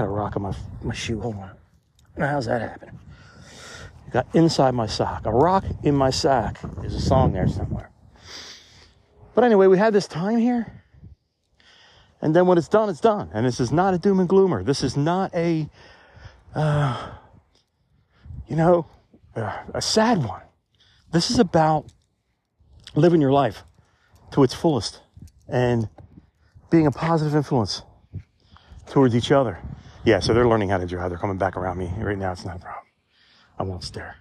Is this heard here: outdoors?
yes